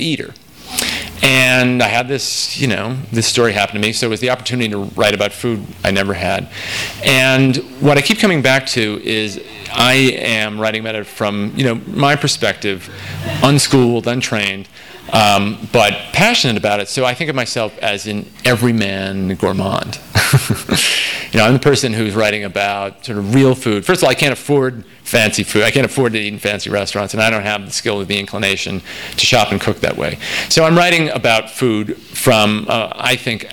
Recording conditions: live audience